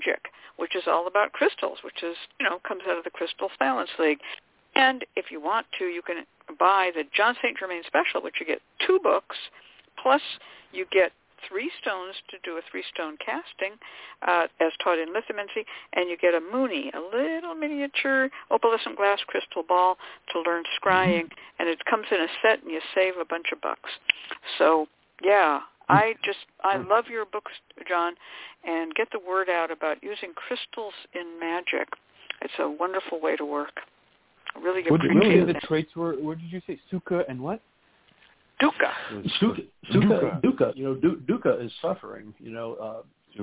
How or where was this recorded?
phone line